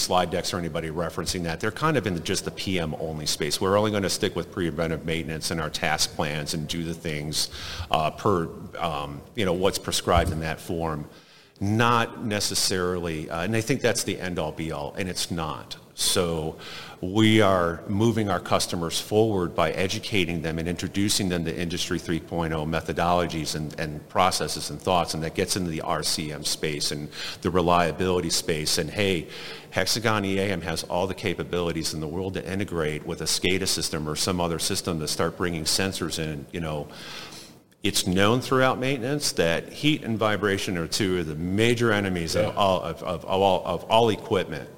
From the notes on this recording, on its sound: Industrial Talk is onsite at Hexagon LIVE